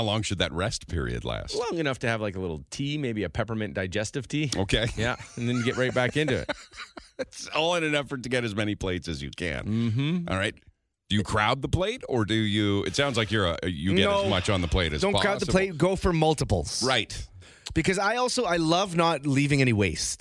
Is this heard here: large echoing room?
no